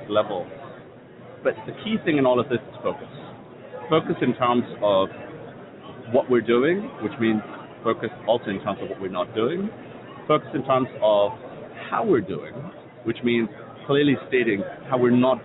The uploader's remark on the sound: Live From HiMSS 2016: Day Two